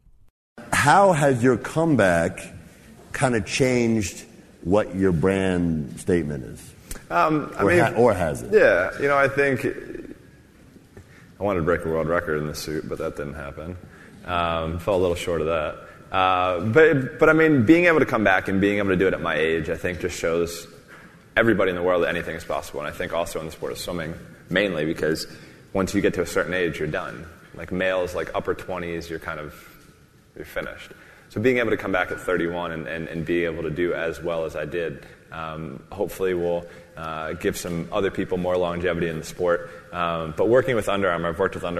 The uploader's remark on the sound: In this special episode, we broadcast an interview that took place at the 2016 Forbes 30 Under 30 summit in October. Takes questions from the audience.